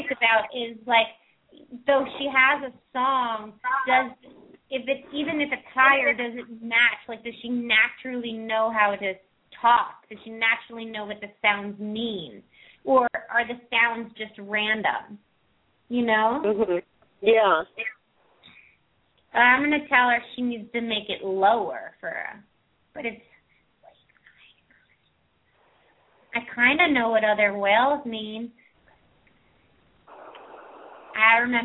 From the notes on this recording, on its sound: Open up the lines for listeners to call.